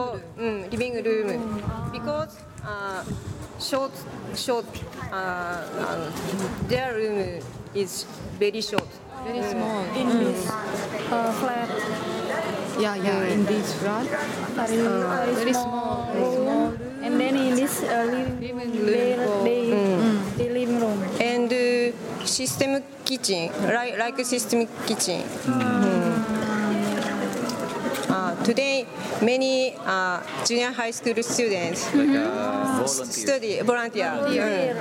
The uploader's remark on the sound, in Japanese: 横浜市中区にある日本三大ドヤ街と言われる。寿町に行きました。風の音やわたしの英語力のなさなどで聞き苦しいところもあるかと思いますが。